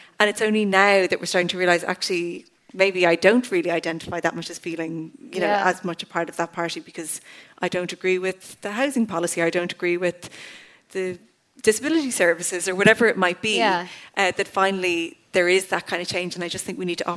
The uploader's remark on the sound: At my live show in the Sugar Club.